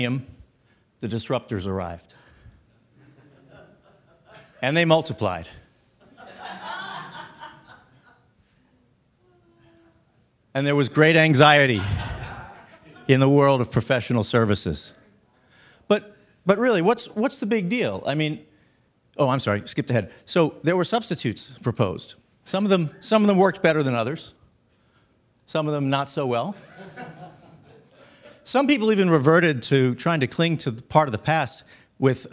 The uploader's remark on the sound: Live event coverage of the VeraSage Symposium. Every two years, the Fellows of VeraSage gather to learn from one another.